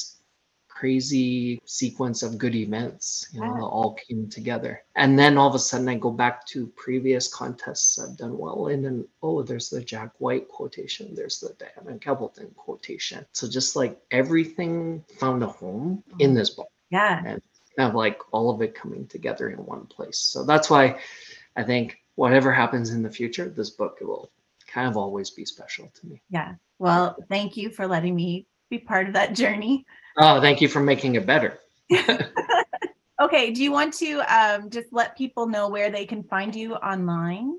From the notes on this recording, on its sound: Recorded over Zoom so the sound is a bit choppy